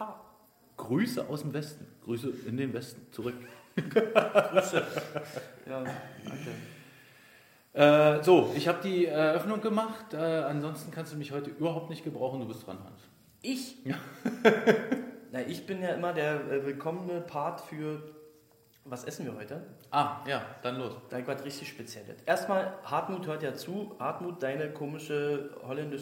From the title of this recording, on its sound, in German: Der Livepodcast